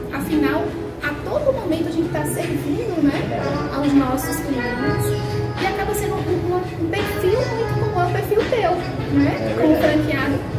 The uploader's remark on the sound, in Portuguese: Confira este episódio que foi gravado no Recife durante a convenção dos franqueados da Clube Turismo.